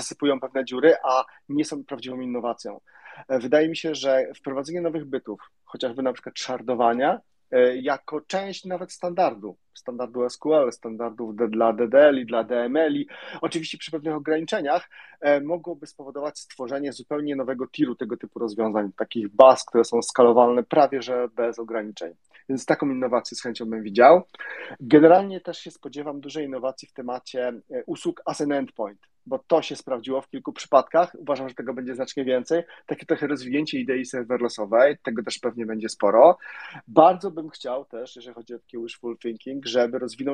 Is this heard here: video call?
yes